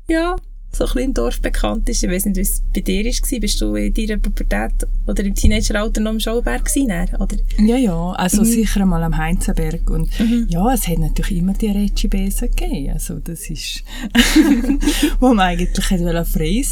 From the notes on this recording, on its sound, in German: Leider ist die Audio/Aufnahmequalität in dieser Episode nicht optimal da viel Umgebungslärm vorhanden war. Leider konnte in der Nachbearbeitung nicht alles rausgeschnitten werden.